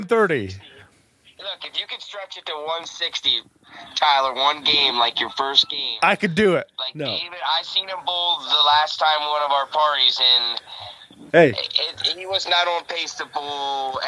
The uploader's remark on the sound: We have a special guest call